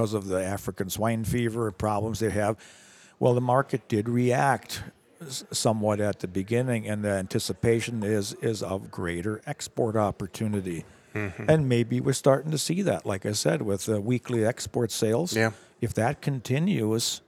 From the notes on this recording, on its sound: Tuesday's show is a bit of a hybrid program as we feature to conversations from this week's AgMarket.net Conference in Nashville and two conversations live from the Northern Corn and Soy Expo in Fargo, ND.